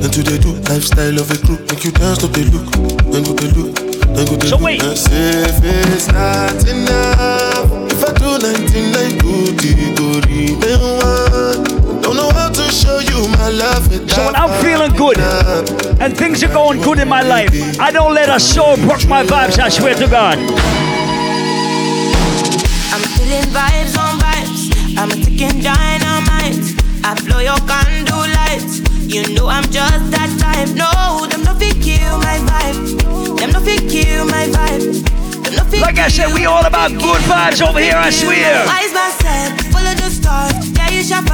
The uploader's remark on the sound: Live audio recording from my set at Sundeh Day Club in Bethesda, MD on Nov 26th.